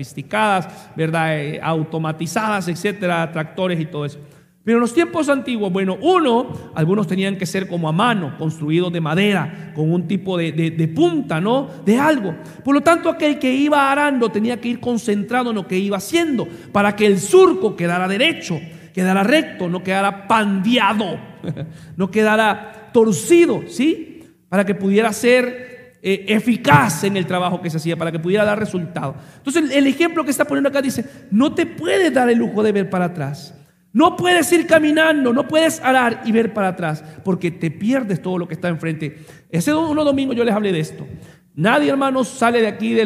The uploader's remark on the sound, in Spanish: Mensaje grabado en vivo, en la Iglesia El Faro La Ceiba.